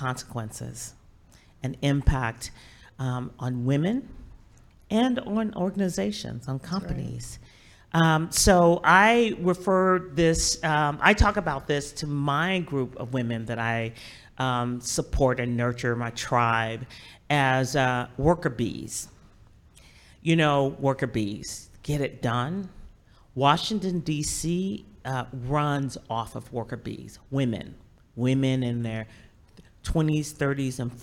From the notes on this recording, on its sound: This conversation was recording in front of a live audience